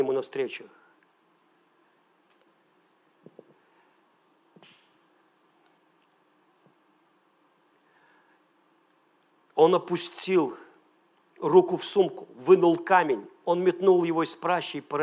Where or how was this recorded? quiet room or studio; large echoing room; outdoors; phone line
large echoing room